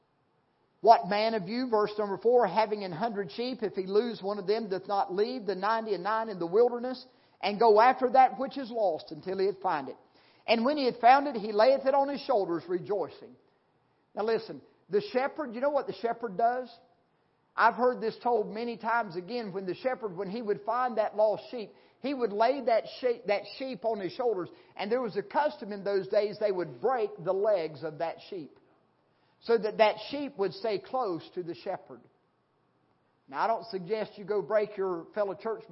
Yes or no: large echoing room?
yes